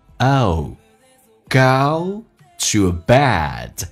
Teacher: Go 这个单词比较饱满，先发 a，再发 u。下巴掉到极限，再往前推，有一个弧度滑过去